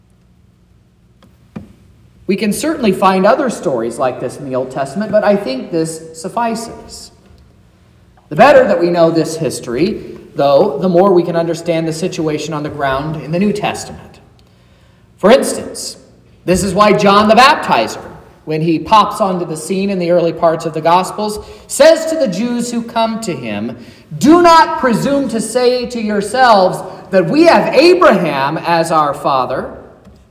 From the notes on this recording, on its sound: sermon preached at Trinity Lutheran Church in Vallonia, Indiana, on Saturday, January 6th, 2024